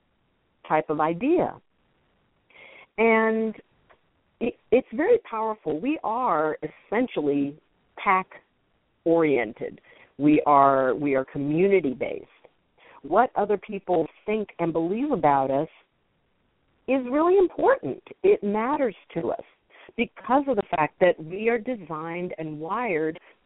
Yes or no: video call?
no